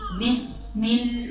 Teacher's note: بعض الناس تقولها هتقع في خطأين، يمكن احنا كاتبين خطأ هنا لكن في خطأ تاني، تقول بسم الله، تروح مقطع الصوت، تروح محولة صوت السين الى صوت شديد، ده خطأ، تقطع الصوت بسم الله، تقرأ هكذا.